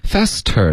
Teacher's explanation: Faster 的 t 我们会浊化成一个的的音